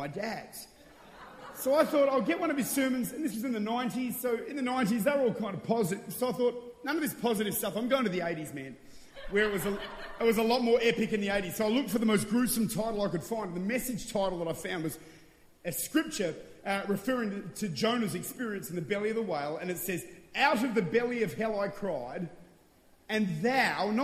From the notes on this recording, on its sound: Recorded at Extreme Conference in Mackay, QLD, Australia in September 2014.